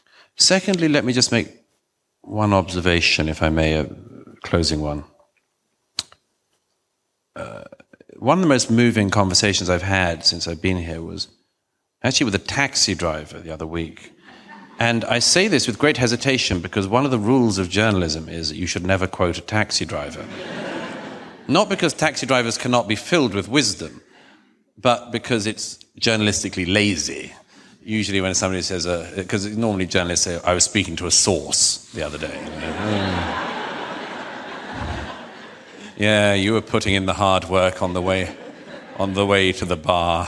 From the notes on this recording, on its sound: A special edition of our show filmed before a live audience.